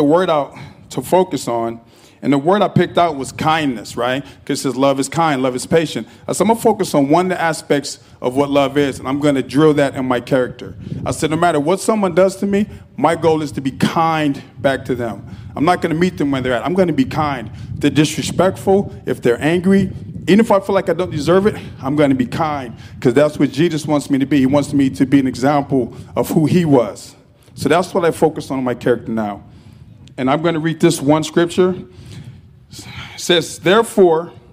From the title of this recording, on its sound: SUMMERFEST at Torrance Park